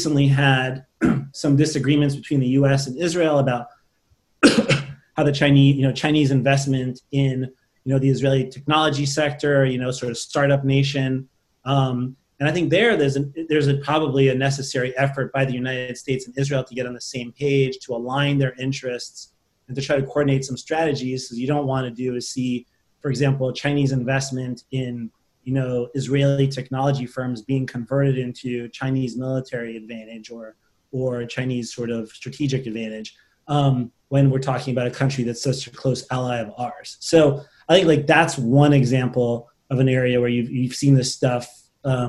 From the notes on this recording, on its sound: On September 22, 2020, the CNAS Defense and Middle East Security Programs convened a virtual panel discussion